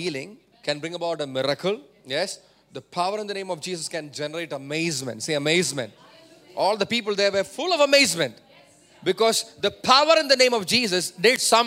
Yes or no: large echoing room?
yes